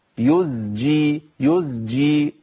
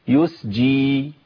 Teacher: فناخد بالنا، ناخد بالنا من ايه؟ ناخد بالنا من ابدال ازاي بسين، عشان السين بتسهل دخولي على الجيم · Shown in: second take